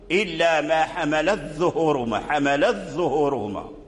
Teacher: يعني لا يظهر التاء دخل في الضاء · Term: أدغم